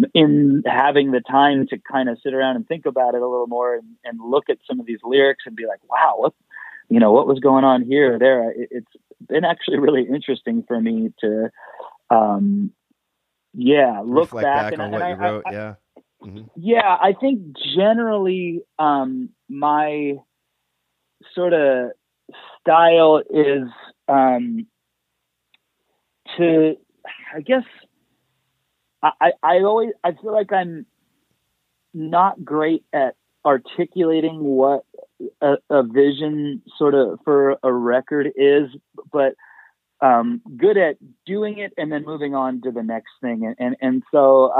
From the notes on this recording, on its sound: Is live in studio (actually, on the phone, ya know, coronavirus and all...)